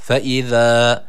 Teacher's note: Peltek olan z harfi var. Dil dişler arasında ileride.